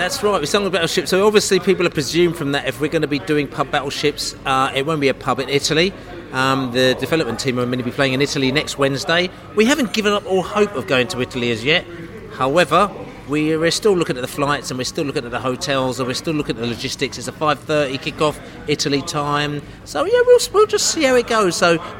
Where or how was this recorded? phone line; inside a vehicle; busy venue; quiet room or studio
busy venue